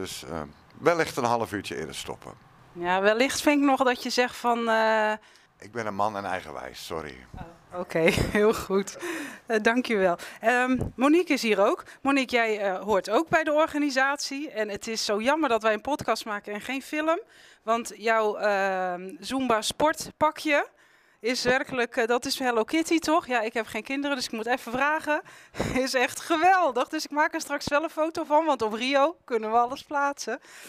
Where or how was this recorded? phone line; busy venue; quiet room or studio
busy venue